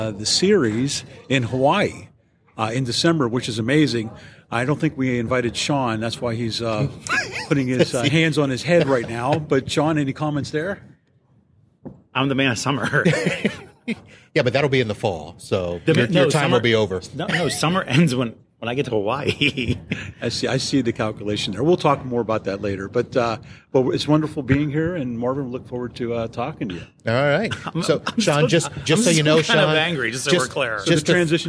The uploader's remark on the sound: Live from ASCII Edge. Live from the ASCII Edge event in Clearwater, FL.